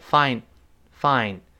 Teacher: find 读得很快的话，最后那个 t 又听不见了 · Term: 失爆